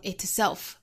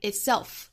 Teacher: beautiful in itself,后面这三个单词有一些难读。首先呢，我们先发好 beautiful,尾部是有一个舌侧音的，那在跟后面元音连读呢，会带出一个 l 的音， beautiful in,那 in 后面的这个鼻音，在跟后面元音又形成辅元连读， in itself,这里还要注意 itself, 这里面这个 t 的发音是憋住的，是不完全爆破的 · Shown in: second take · ，不要发成 itself,应该是 itself,那再跟前面连就是 in itself,那这三个词我们放在一起会有一点拗口，语速先降下来，熟悉了之后再加速。 beautiful in itself,后面 and bringer of